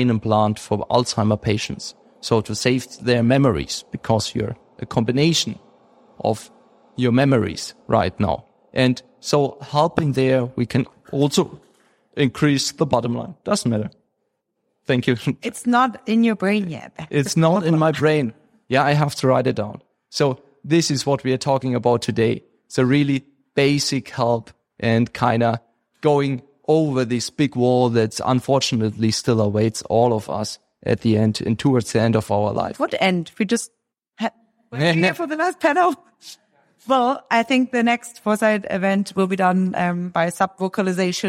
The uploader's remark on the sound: This episode that was recorded live at the first ever Foresight gathering in Europe, Berlin.